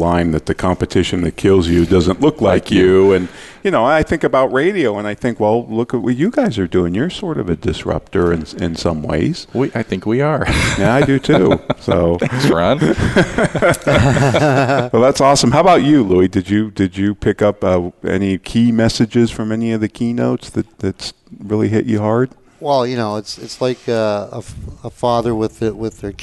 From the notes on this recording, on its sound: Live Broadcast at the The IPBC IGNITE Conference. 2016 IPBC Ignite Confrence.